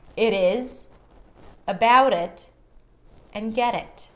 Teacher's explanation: Now, the interesting thing about the flappedt is not only that it appears between two vowels in a given word, it also appears between two vowels within two words, within a phrase or a sentence, which means if a word ends with a T and the next word begins with a vowel, and since we always connect words together in English, then the T also becomes a flappedt